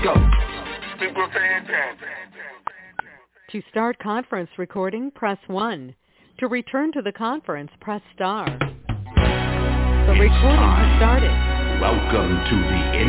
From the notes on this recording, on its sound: TNTSuperfantastic Conference Call